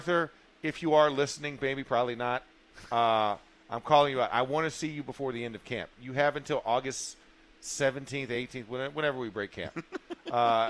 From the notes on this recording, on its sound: In the Locker Room Live from Steelers Camp.